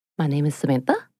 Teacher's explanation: And just to uh, clarify, pro- probably most of you know, but uptalk is the the practice primarily associated with women of ending phrases and sentences on a higher note